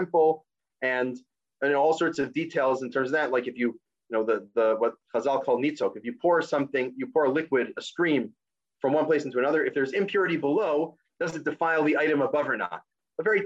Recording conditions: video call